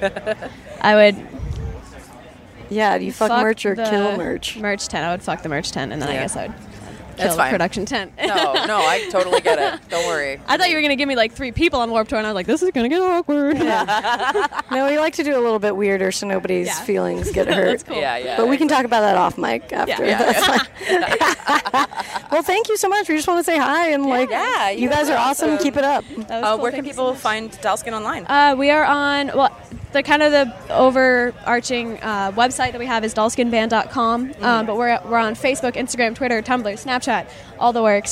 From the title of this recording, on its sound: Live from Warped Tour!